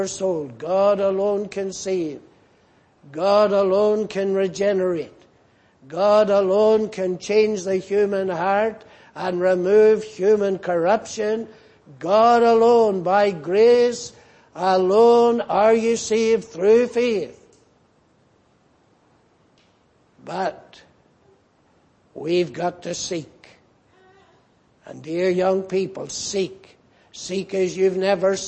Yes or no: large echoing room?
yes